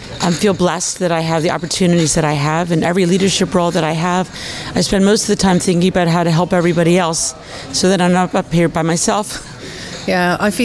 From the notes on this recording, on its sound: One of our last live recorded podcasts from #ESVS2023 Annual Meeting in Belfast has been very special to our team.